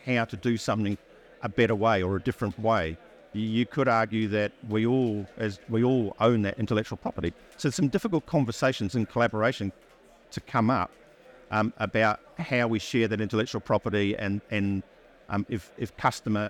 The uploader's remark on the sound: Recorded live at ADIPEC 2023